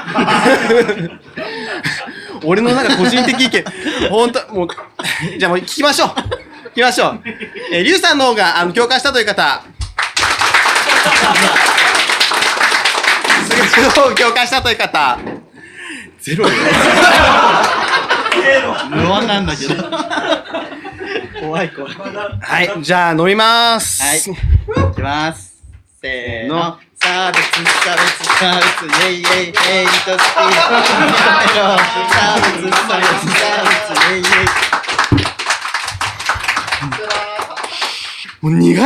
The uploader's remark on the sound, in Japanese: 公開収録。